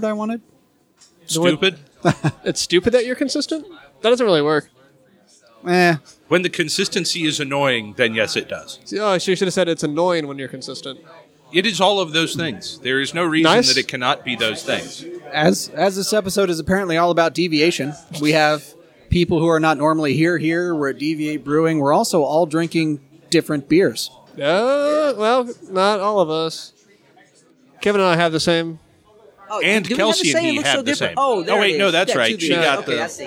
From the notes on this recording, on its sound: OHHAP Live from Deviate.